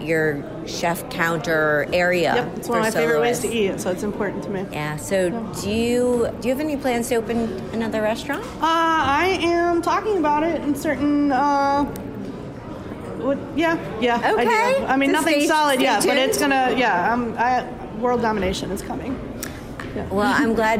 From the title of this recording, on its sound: "On the Road" at the James Beard Foundation Awards, and Food & Wine Classic in Aspen 2019